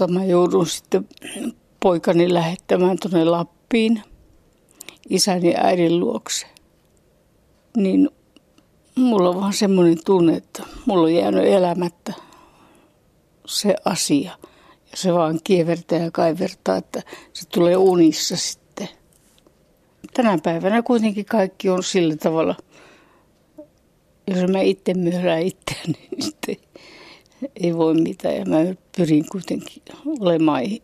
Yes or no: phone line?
no